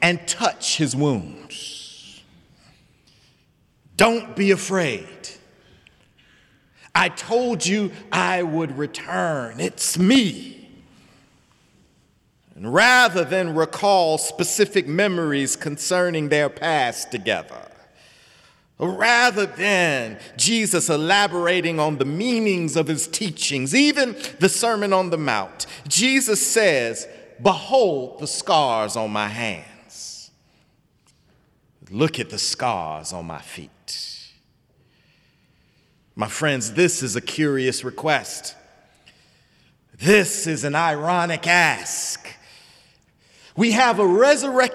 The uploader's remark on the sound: Sunday sermon April 15, 2018 in the Memorial Church of Harvard University